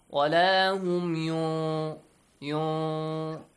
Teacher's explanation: do a kind of heavy إِخْفَى. Let your listener understand that the letter ظَا comes after. Or a heavy letter comes after.